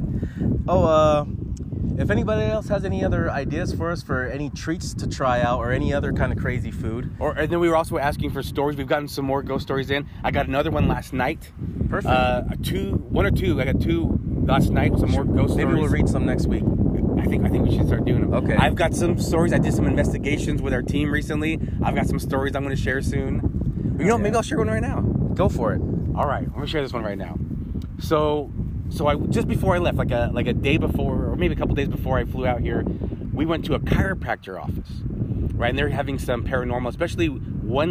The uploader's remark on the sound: We are recording on the beaches of San Diego while visiting family